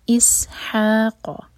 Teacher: سین پر وسل والا ساؤنڈ اور ہا حلق سے قاف حلق سے. اسحاق، ہا لائٹ قاف ہیوی.